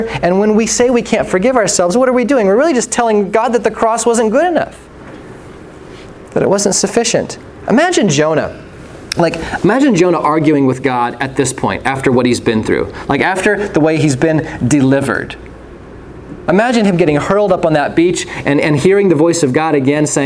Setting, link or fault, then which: setting, large echoing room